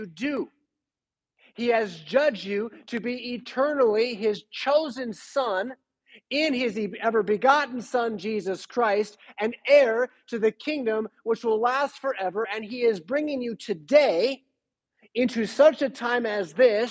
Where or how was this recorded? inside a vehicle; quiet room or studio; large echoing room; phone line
large echoing room